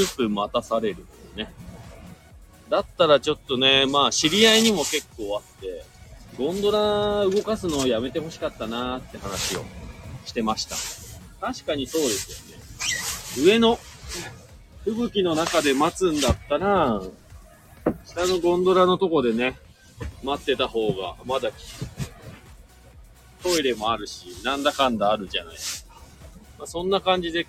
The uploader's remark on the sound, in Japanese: 本日、白馬岩岳スキー場で滑り終了後 車の中から